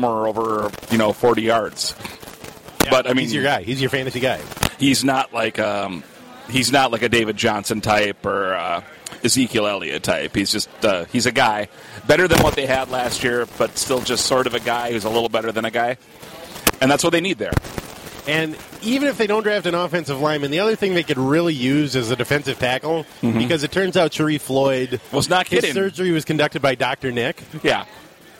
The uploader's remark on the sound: meet up at Surly